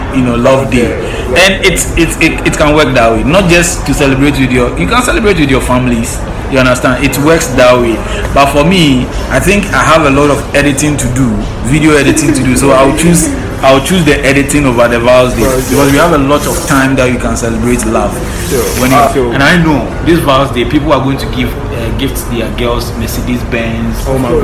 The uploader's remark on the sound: OUTDOOR RECORDING